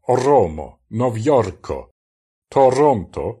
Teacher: Das R in Romo, Novjorko, Toronto sollte möglichst mit der Zunge gerollt werden · Term: Zungen-R